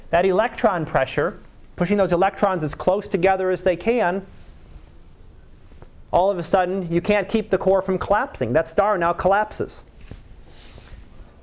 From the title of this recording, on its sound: Live Class Lecture